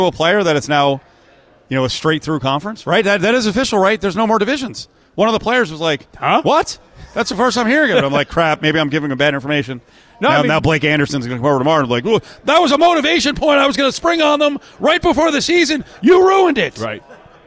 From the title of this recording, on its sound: LIVE AT CIRCA FOR MW MEDIA DAY